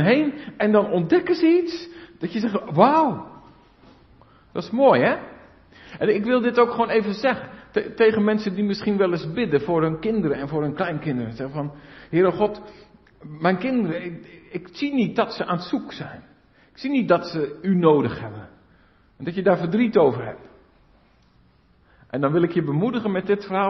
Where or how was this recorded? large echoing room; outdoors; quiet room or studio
large echoing room